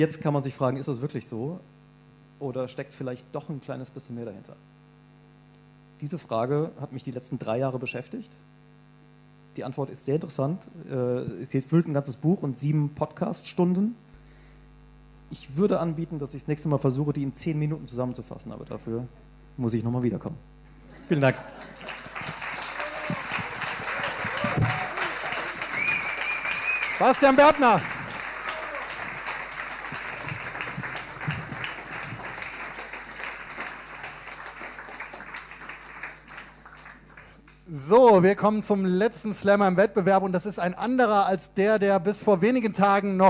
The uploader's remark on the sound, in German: Sechs Reporterinnen und Reporter treten zum Wettstreit an, wer am unterhaltsamsten von einer Recherche erzählen kann. Ein Mitschnitt des Realsatire Reporterslams zusammen mit piqd.de und detektor.fm.